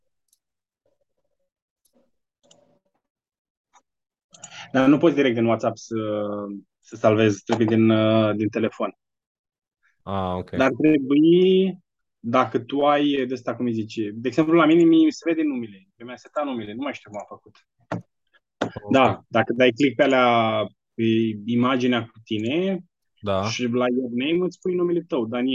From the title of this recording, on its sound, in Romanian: Conferinta Zoom Saptamanala EcomSchool